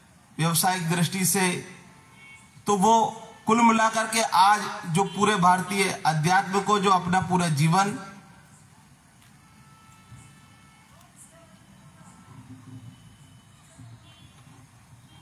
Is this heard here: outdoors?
yes